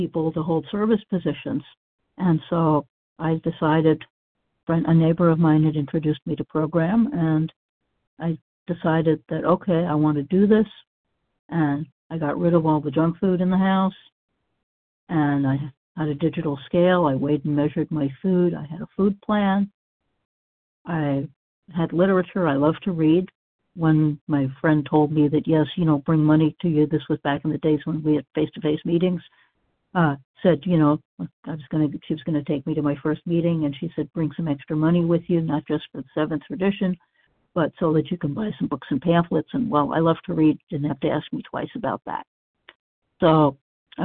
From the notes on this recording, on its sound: 100 Pounders Phone Meeting, 3/30/23